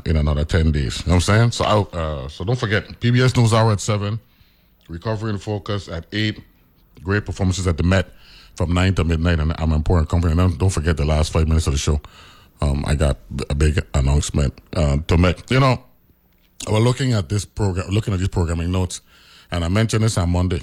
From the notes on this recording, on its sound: speaks on the phone